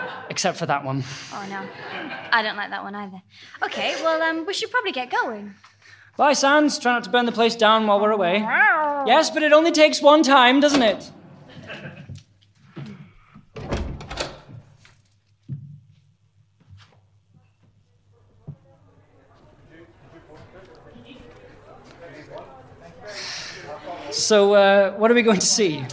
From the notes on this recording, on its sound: Performed live at the Scottish Youth Theatre in January 2019. It was a mess.